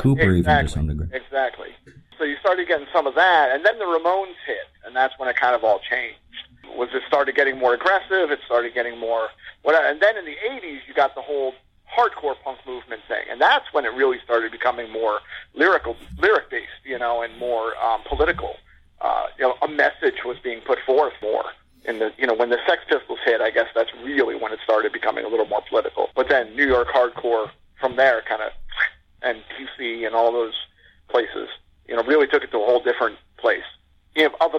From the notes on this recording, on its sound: The show's first ever phone interview.